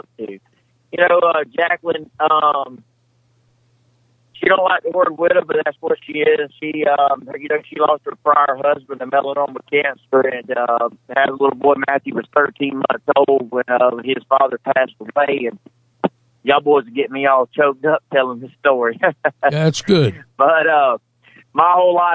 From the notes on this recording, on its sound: by phone